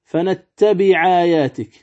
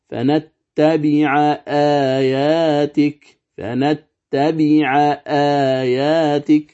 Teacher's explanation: لاحظ هنا أن الحرف الذي قبل الهمزة متحرك وليس ساكنا، وهو العين، هنا العين مفتوحة، إذن احذر أن تقرأ فنتبع آياتك، هذا خطأ، لأنه لا نقل هنا، والقراءة الصحيحة فنتبع آياتك، فنتبع آياتك، فتحقيق الهمز هنا لا بد منه ولا نقل · Shown in: second take